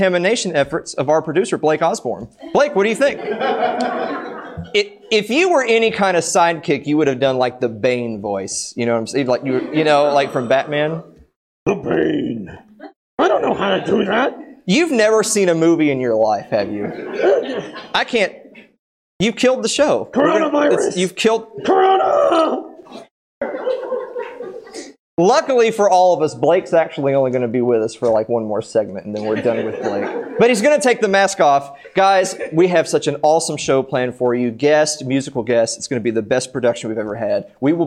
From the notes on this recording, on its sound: Host a live audience, guest, and musical guest for our epic Episode 100 event.